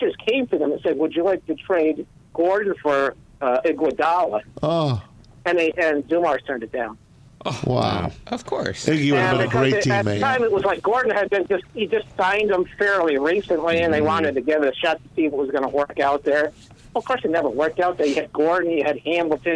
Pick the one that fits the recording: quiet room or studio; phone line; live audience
phone line